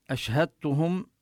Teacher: نبين حرف الشين له صفة الهمس وصفة التفشي، ينتشر يعني الصوت في الفم، أشهدتهم، وهنا الدال لا تقلقل لأنها مدغمة بالتاء، وضعوا الشدة على التاء وهذا يقال له إدغام المتجانسين، لأن الدال والتاء من نفس المخرج.